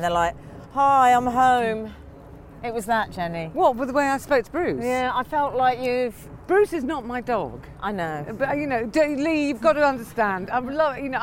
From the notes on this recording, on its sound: goes for a stroll